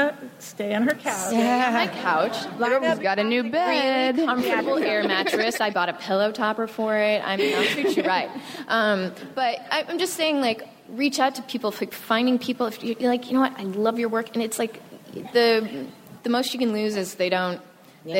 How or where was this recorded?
busy venue